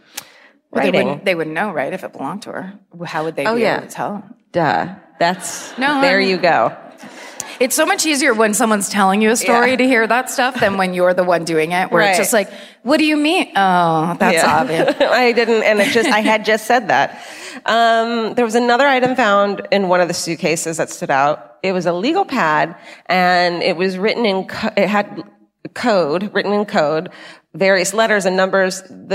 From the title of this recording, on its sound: Live at the Folketeatret in Oslo